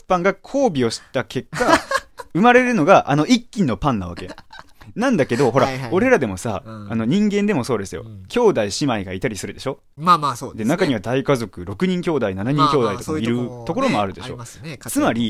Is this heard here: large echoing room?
no